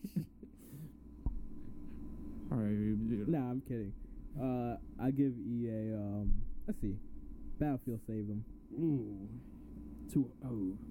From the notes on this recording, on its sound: sorry about the audio